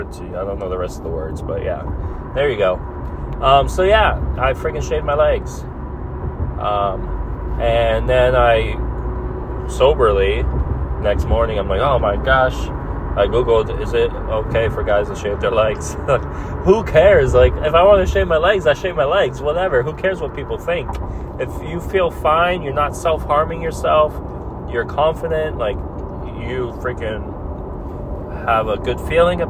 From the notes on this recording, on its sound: I talk while driving home from work